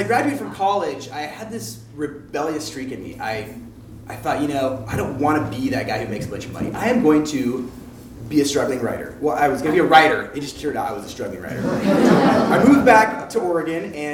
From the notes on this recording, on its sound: Urban Tellers is a live storytelling series in Portland, OR. Filmed live at Hipbone Studio.